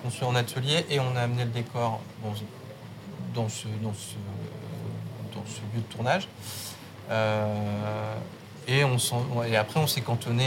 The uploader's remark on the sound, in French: Lors du 76ème Festival de Cannes, nous avons rencontré